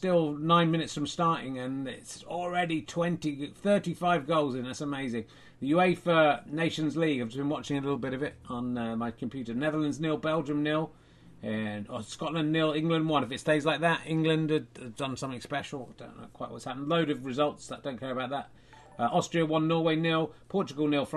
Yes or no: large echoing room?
no